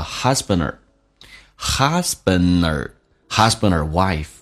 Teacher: 一般把 nd 结尾，可以把 d 进行去掉，用前面的 n 形成一个连音